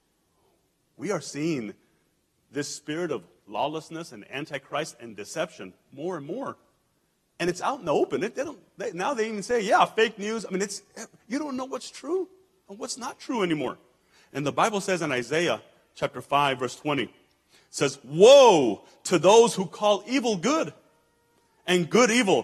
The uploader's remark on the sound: El Paso Christian Church Live Stream